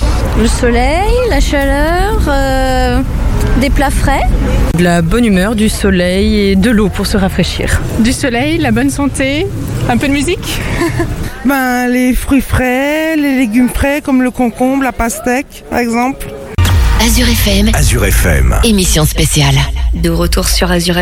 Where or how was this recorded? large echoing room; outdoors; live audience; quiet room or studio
outdoors